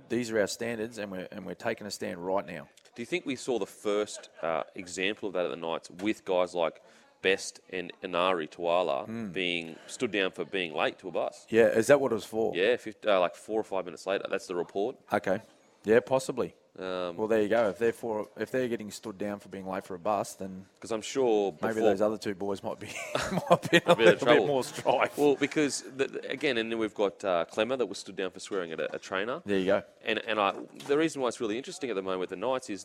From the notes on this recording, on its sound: The boys are live from the brand new Spitwater shop in Gold Coast!